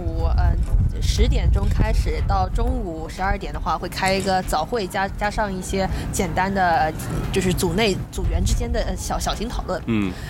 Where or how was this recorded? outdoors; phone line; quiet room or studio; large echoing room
outdoors